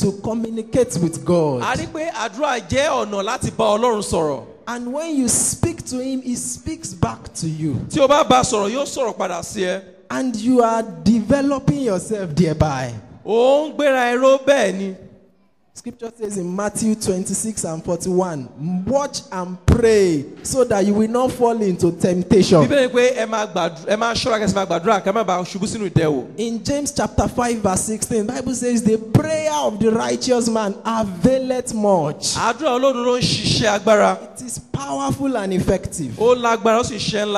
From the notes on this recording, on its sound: Preached at TAC Powerline District, Lagos Nigeria.